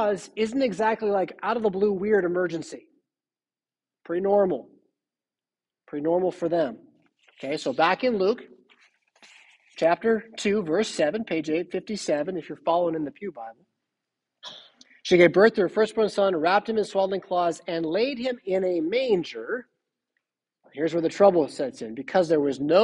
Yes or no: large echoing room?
yes